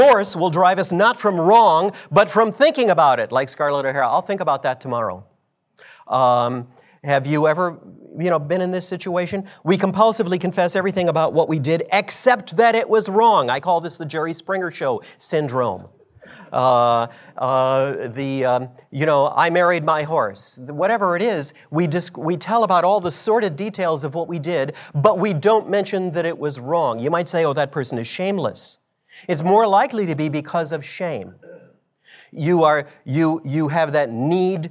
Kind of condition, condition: setting, live audience